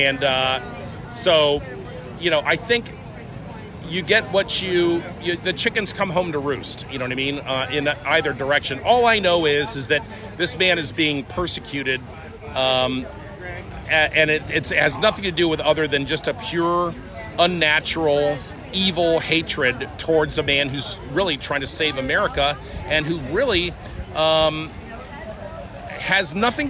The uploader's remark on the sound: LIVE from The Palm Beach International Boat Show, March 24th 2023. Hear what your peers think as they stroll the boat show!